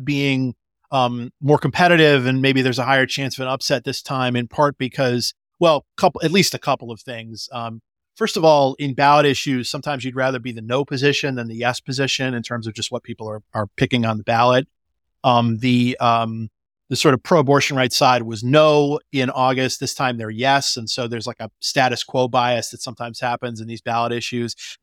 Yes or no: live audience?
no